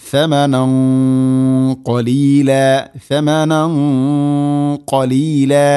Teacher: വലാ തഷ്തറു ബി ആയാതി സമനൻ ഖലീല, സമനൻ ഖലീല അല്ല, ഥ ഥ ഉച്ചരിക്കുന്ന സമയത്ത് നാവിൻ്റെ അറ്റം ദാലിനേക്കാൾ അല്പം കൂടെ പുറത്തോട്ട് നിൽക്കണം, നാവിൻ്റെ അറ്റം മുൻപല്ലുകളുടെ ഇരുനിരകൾക്കിടയിലൂടെ, അതാണ് ഥ